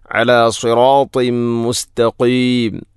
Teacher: തൻവീനു ശേഷം മീം വന്നാൽ ഇദ്ഗാം കാമിൽ, തൻവീനിനെ മീമിലേക്ക് ഇദ്ഗാം ചെയ്യണം